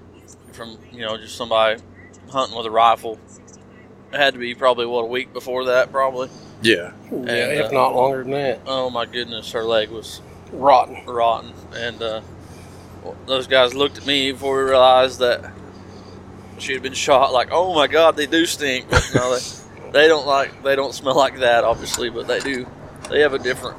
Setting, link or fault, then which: setting, inside a vehicle